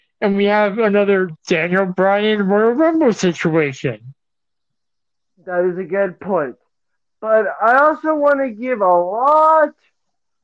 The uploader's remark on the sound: I apologize for the audio quality